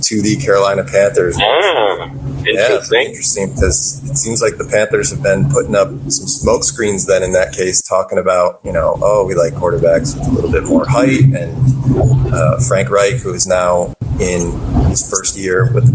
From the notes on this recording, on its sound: Apologies for the poor audio, which will hopefully improve as we move forward!